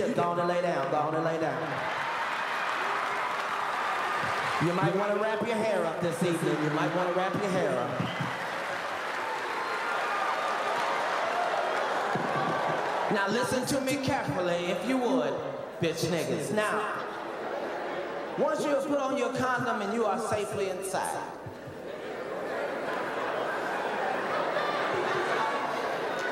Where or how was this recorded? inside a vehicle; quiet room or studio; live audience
live audience